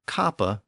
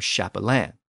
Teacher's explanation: the initial consonant shifted from a K sound to a CH sound. And in French, the word became chapelain.